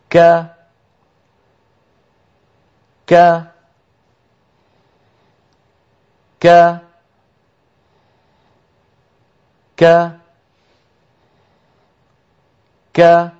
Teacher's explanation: في شيء من الهمس ولكنه همس لطيف ليس فيه مبالغة ولا هو مبتور · Term: كاف مفتوحة